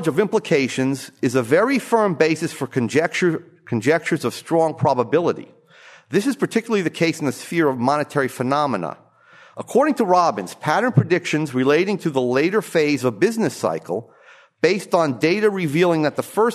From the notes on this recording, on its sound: From the session on "Studies in Business Cycles," presented at the Austrian Economics Research Conference. Recorded 22 March 2013 at the Ludwig von Mises Institute in Auburn, Alabama.